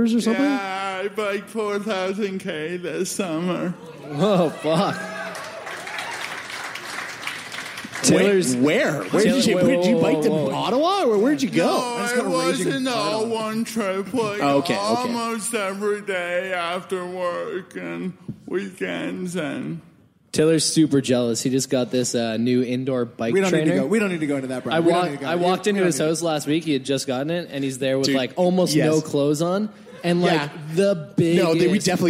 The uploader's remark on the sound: This week on Sickboy we're LIVE from SAIT in Calgary Alberta!